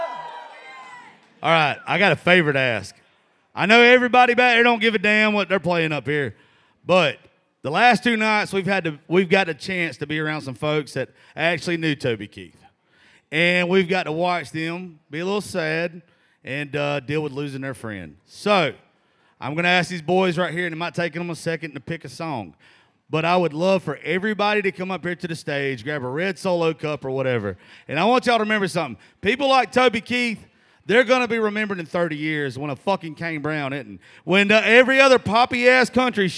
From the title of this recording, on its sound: Rounds At Live Oak In Nashville